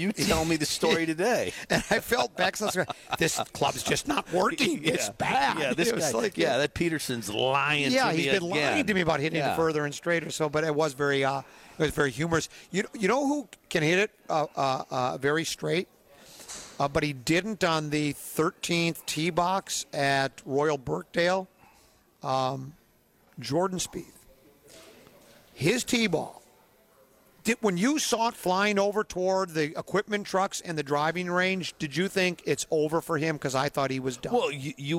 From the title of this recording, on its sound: Live From PGA TOUR Superstore